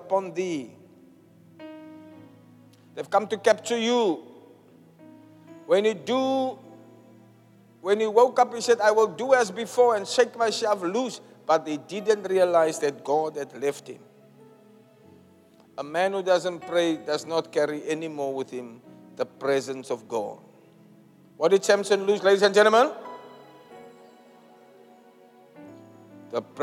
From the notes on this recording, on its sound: Preached at the Zion Sanctuary, Cape Town on the 20th August 2023